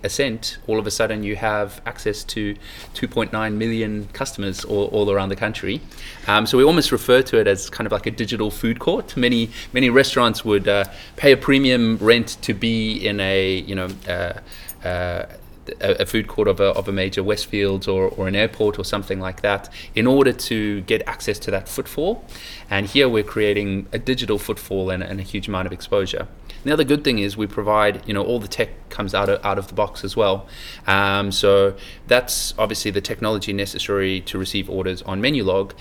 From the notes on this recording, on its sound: Recorded at Online Retailer 2017 in Sydney